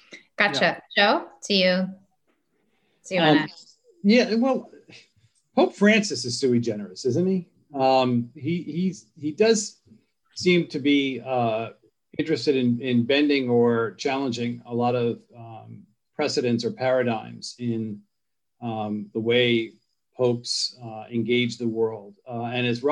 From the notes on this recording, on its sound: An online panel discussion